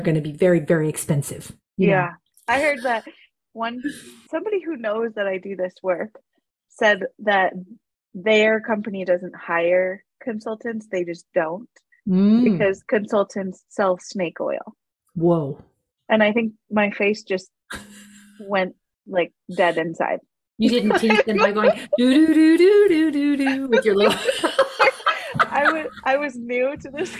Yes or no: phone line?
no